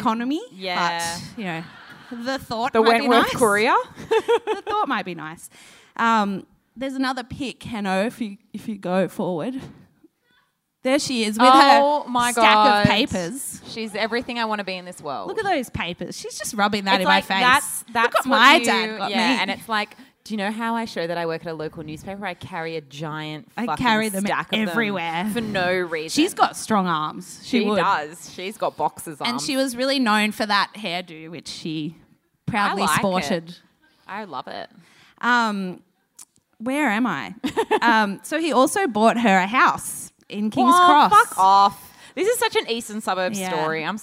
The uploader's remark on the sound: AAMH's Sydney live show - recorded on Dec 5 at Marrickville's Factory Theatre